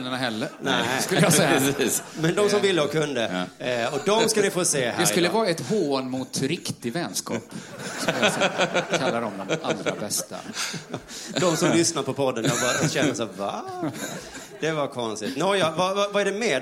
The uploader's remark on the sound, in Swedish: spelades in live på Scalateatern